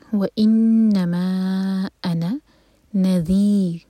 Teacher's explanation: نون light اور ذیل زبان اوپر والے دانت پر ٹچ ہو کر تھوڑی سی ٹپ باہر